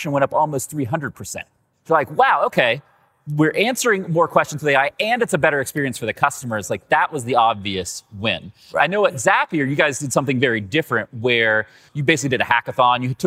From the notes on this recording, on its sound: LIVE from INBOUND